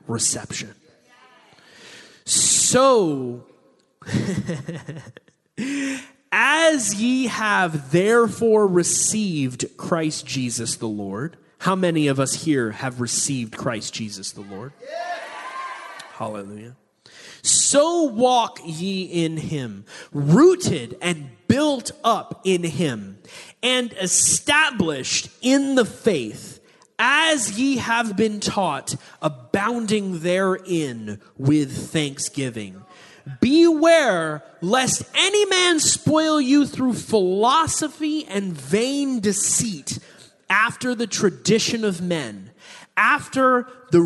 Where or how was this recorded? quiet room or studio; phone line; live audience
live audience